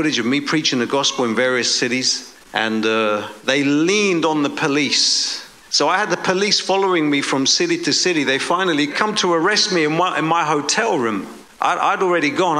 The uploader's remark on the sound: preaching at a Church in Boston